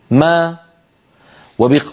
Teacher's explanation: فبتباعد الشفتين خرجت الميم، وبتباعد الفكين خرجت فتحتها ما. وإن أراد أن ينطق ميما مضمومة يقول مو، انظروا مو مو، فبتباعد الشفتين خرجت الميم، وبانضمام الشفتين خرجت ضمتها.